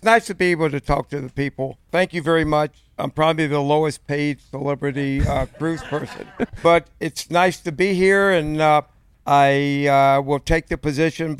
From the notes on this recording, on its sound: Live from the Legends of Baseball Cruise.